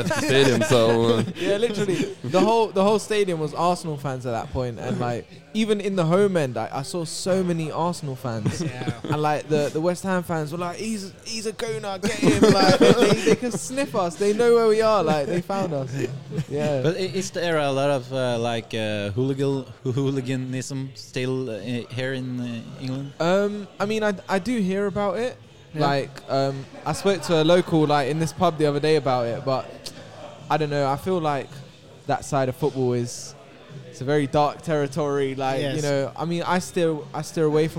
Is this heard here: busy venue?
yes